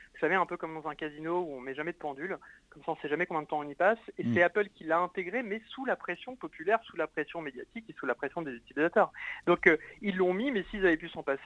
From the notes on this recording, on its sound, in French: nous sommes au téléphone